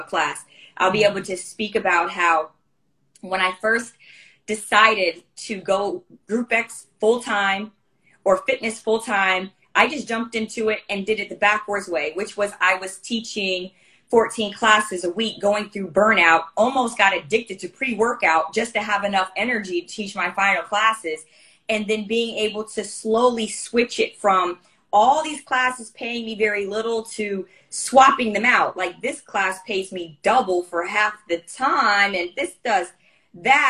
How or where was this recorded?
video call